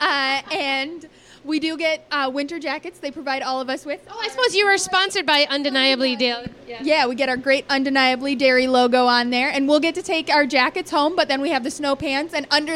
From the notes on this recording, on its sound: Live Inside the Butter Sculpting Booth at the Minnesota State Fair Dairy Barn.